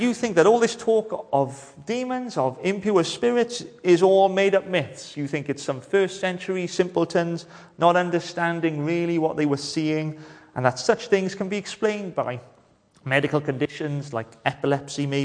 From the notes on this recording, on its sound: Hello and welcome to Bethel Evangelical Church in Gorseinon and thank you for checking out this weeks sermon recordings